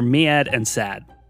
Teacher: in a Philly accent, the words mad and sad don't rhyme anymore